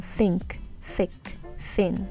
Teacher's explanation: unvoiced がこの think, thick, thin とかこの空気が抜ける音なんですね